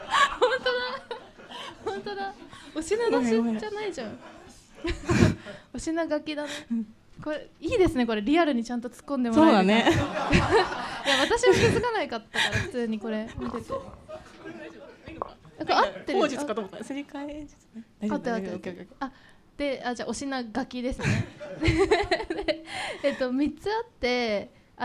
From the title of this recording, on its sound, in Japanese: 公開収録